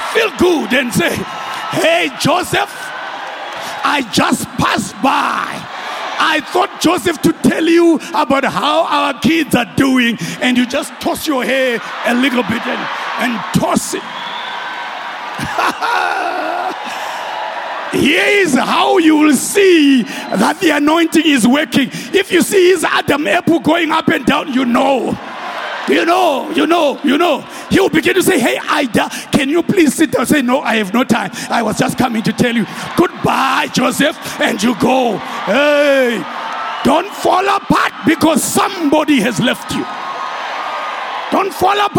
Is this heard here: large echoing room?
yes